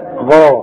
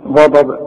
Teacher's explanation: الغين في القران غا والضاد مفخمه